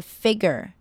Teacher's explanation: 一般美国人讲话很顺很快的时候呢，听起来就会比较像 R 的音